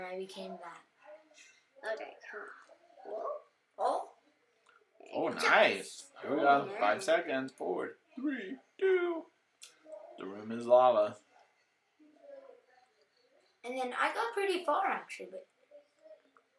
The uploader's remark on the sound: BY THE WAY THE SOUND IS NOT GOOD.